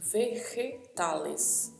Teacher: La letra G, que tem um som vindo da garganta. É chamado no espanhol de fricativo palatal. Para nós que falamos português, é semelhante ao som do R, que é falado em algumas regiões do Brasil.